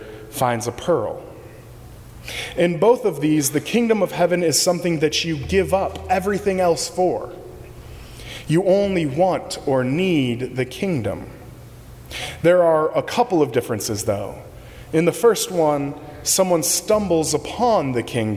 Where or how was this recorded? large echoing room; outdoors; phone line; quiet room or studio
large echoing room